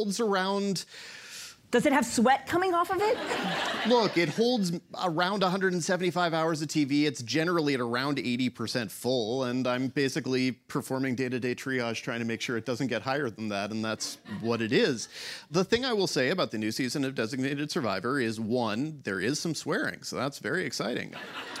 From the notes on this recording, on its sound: Live from ATX Television Festival. LIVE from the ATX Television Festival in Austin!